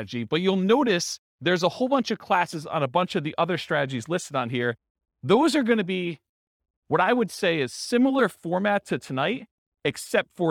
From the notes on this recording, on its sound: This was a live class recorded